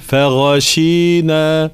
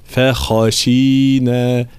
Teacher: الخاء عكس الغين، الغين مجهورة والخاء مهموسة، فلا أقول فغشينا تتخلط بالغين، لا فخشينا هكذا، طبعا مع ترقيق جميع الحروف هنا ما عدا حرف الخاء هو من حروف الاستعلاء.